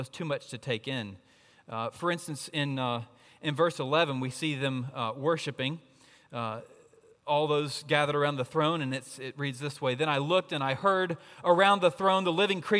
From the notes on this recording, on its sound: at Redeemer Presbyterian Church in Charleston, SC.